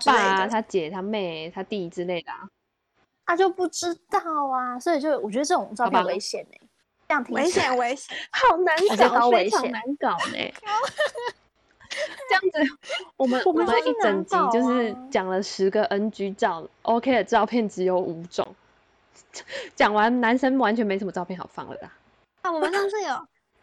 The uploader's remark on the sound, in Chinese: 本集為第一次遠距錄音。音質不好請見諒！